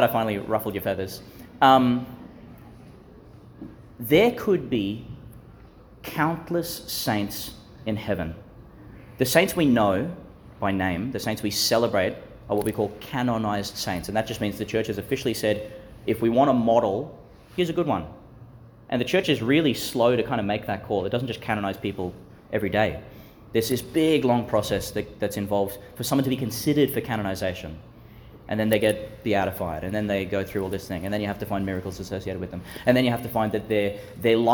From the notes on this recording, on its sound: delivered in the Marian Centre at Chanel College, Gladstone, Qld.